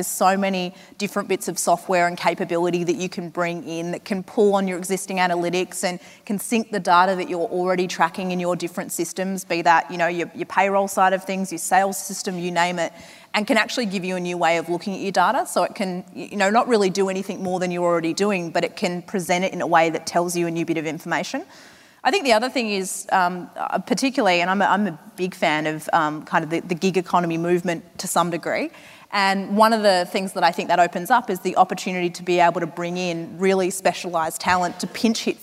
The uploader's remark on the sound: From 2018's Flying Solo Live.